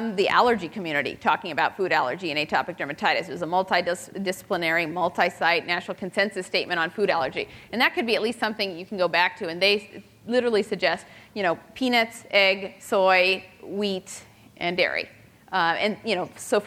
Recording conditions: live audience